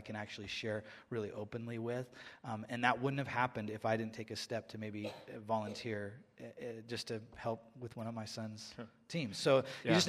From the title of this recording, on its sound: Live at Westside Church